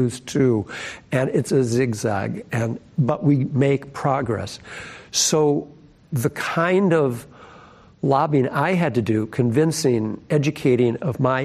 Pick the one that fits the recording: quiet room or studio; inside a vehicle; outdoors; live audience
live audience